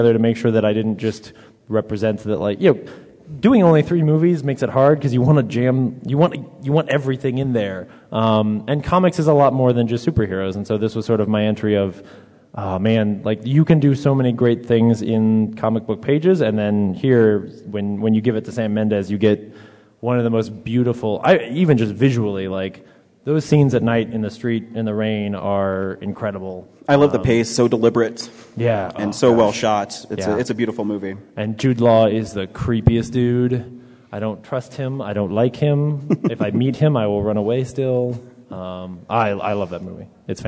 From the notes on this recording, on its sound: In front of an audience at Denver Comic Con.